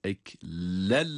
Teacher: Burada idgam bilâhunne olması sebebiyle tenvini lama İdgam ediyoruz. Yani eklellemme.